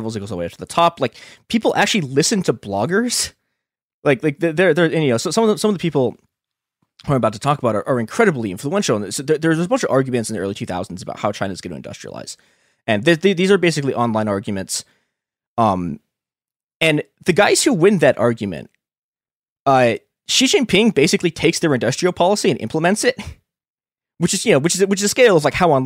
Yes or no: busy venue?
no